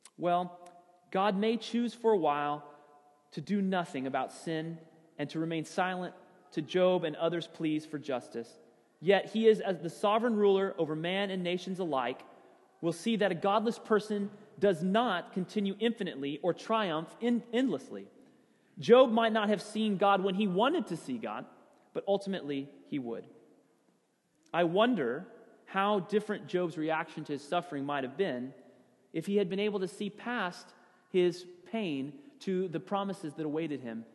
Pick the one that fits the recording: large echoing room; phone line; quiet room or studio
large echoing room